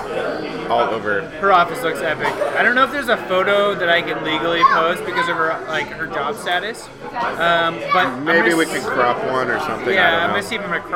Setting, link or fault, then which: setting, busy venue